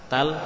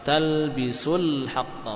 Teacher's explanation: Ketika sudah disambungkan dengan al-haqqa, huruf matnya tidak berlaku. · Shown in: second take